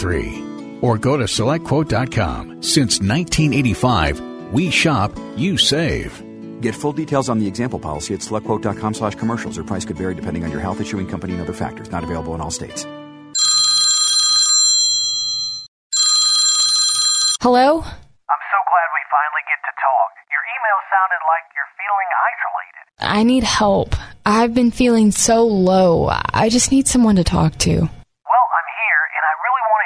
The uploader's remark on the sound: take phone calls from our listeners